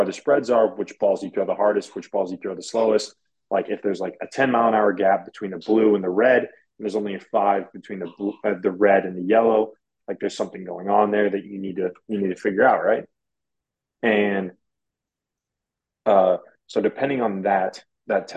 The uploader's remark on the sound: Hopped on a Zoom. The last 40 minutes of this Zoom was not recorded. I will not use my Airpods as a mic next time.